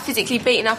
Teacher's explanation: So she's dropping her T's.